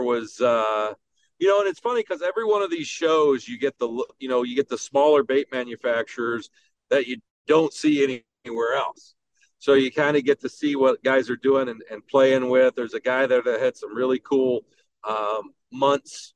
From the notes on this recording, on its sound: while he drives home from the Milwaukee Musky Expo